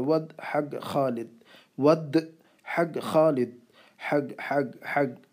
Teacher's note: قرآن والی جو قاف ہے اس کو جو ہے گاف میں چینج کرتے ہیں